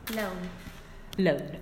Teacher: since it's lateral, the sides of the tongue are lowered, so they allow the air to escape through there, so there's not like a complete closure. · Term: lateral approximant